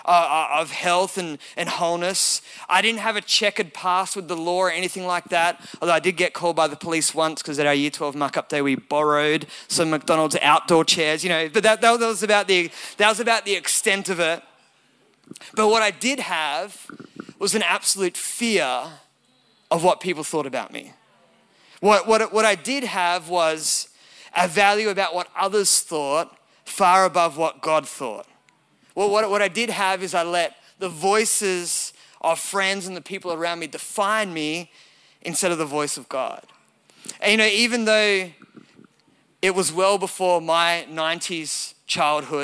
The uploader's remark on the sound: recorded at Elevation Hills Sydney